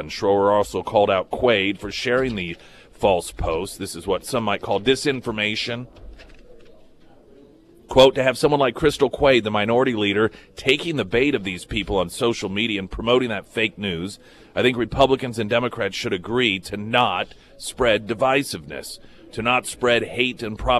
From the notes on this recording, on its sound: live at Scramblers Diner